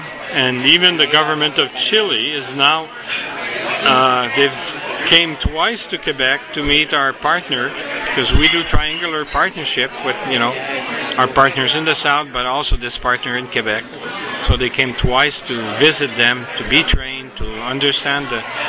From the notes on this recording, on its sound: Excuse the backgrond noise as we speak at the Chateau Frontenac in Quebec City atthe end of a busy day.